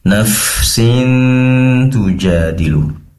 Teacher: itu sudah posisi mendengungnya sudah lidah bertempat di tempat tumbuhnya gigi seri atas atau makhrajnya ta. Nafsin, sampai terasa getar di sana. · Term: ikhfa hakiki